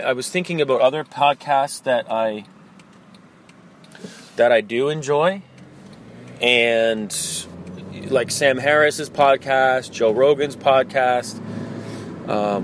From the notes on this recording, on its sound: This is recorded today in the car. The only chance I had to record was in the car today, so my apologies for the audio!